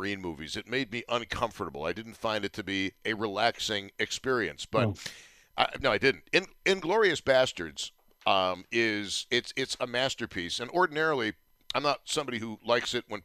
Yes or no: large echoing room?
no